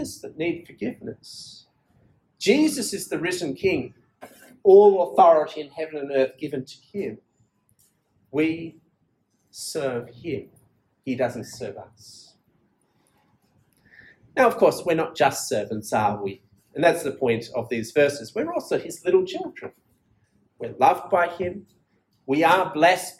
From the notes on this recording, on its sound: This sermon was preached at Penang International Church